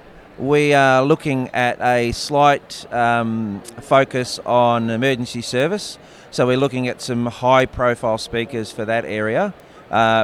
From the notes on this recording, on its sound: This interview was originally recorded at the Multi-District Conference in Melbourne.